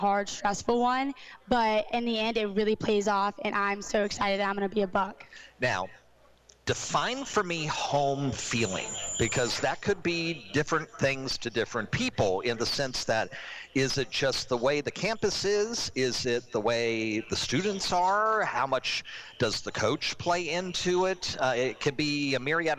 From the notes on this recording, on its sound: live from SportsPage Grille in Ashland